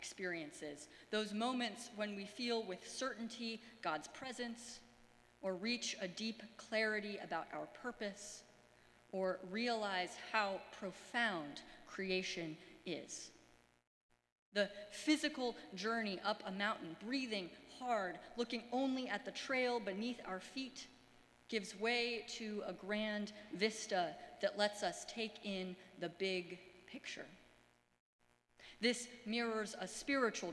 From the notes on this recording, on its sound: Sermons from Old South Church in Boston